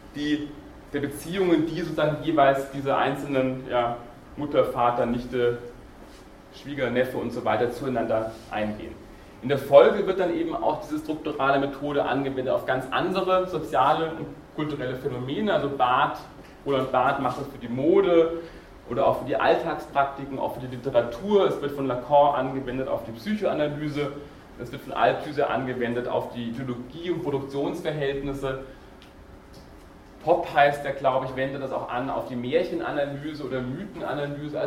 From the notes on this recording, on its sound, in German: Diese Vorlesung wurde von Studierenden aufgenommen